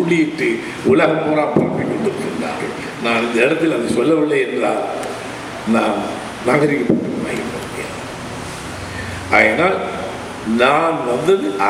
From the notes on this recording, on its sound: speech at Batticaloa event